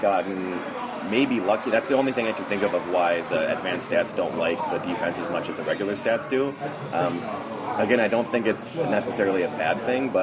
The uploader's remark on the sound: met up at Stout's Pub to record the first episode of 2015